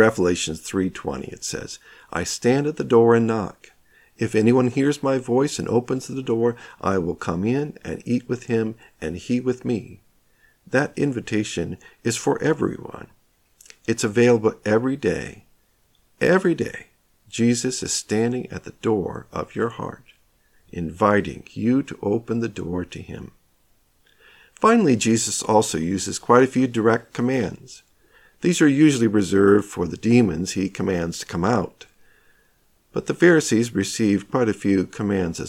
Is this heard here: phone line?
no